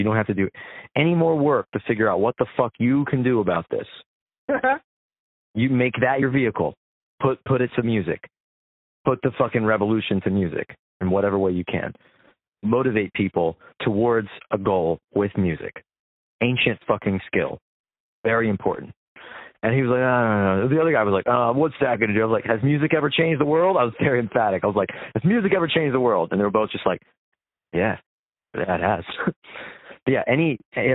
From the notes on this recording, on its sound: an impromptu call